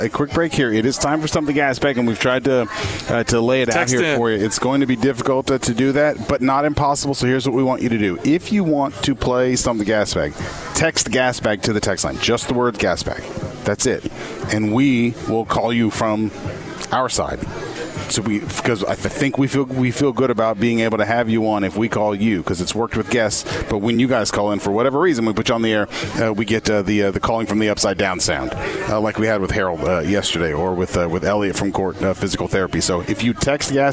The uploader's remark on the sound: Broadcasting live from Khalil's! 10966 Dixie Hwy, Louisville, KY 40272.